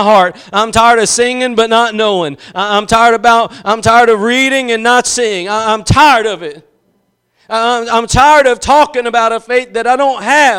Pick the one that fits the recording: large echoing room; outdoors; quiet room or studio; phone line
large echoing room